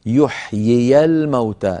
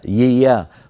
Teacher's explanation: انتقال من ياء مكسورة إلى ياء مفتوحة بحاجة إلى دربة وبحاجة إلى رشقة